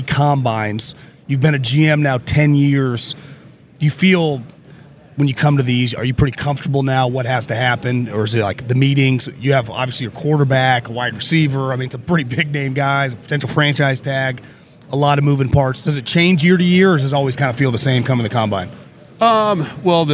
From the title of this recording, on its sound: Live from the NFL Combine